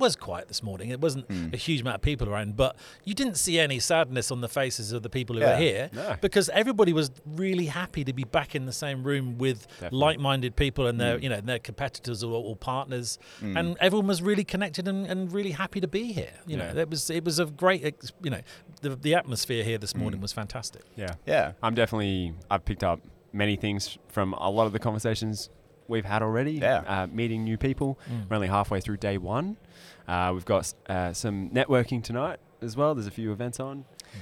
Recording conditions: busy venue